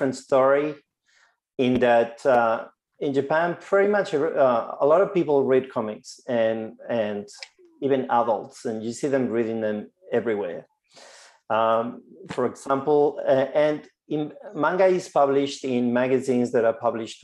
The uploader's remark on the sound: Our first live ALIA Graphic webinar. Will join us live from the US.